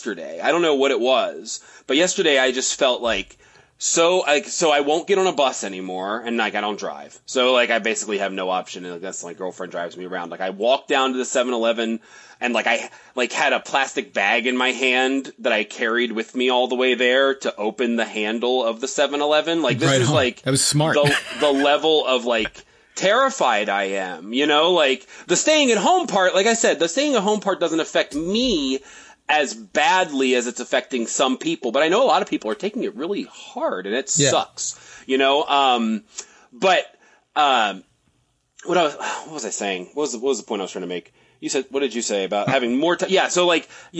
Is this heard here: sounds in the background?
no